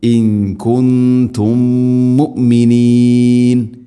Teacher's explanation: അതുപോലെ ഇൻ കുന്തും മുഅ്മിനീൻ, സാകിന മീമിന് ശേഷം മീം, ഇദ്ഗാമു തമാസിലൈൻ, അവിടെ ഒന്നാമത്തെ മീമിന് അടുത്ത മീമിലേക്ക് കൂട്ടിലയിപ്പിച്ച് മണിച്ചുകൊണ്ട് ഉച്ചരിക്കണം